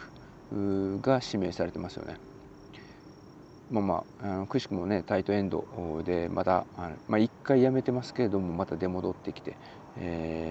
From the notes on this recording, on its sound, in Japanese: 今回も外での収録…曜日と時間帯が悪かったのか、夜の集会に向かうお兄さん(or お姉さん)ののノイズ入ってます（笑）